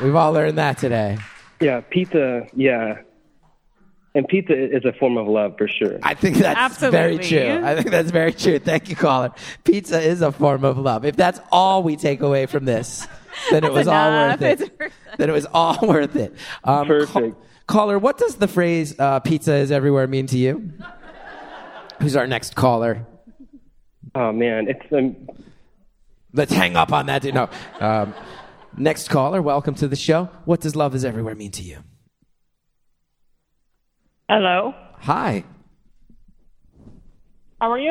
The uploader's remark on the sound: Today’s bonus episode was recorded live back in May at Beautiful/Cononymous. This episode was recorded during the Beautiful/Cononymous waffle brunch, which was a fundraiser for Make-a-Wish Oregon.